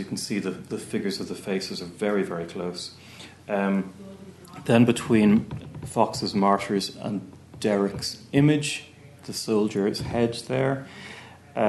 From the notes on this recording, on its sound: at the 2022 Tudor and Stuart Ireland Conference